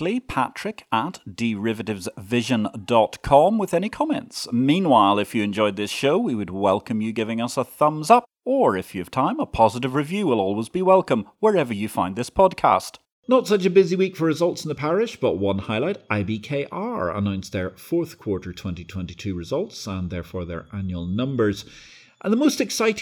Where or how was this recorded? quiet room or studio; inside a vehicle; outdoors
quiet room or studio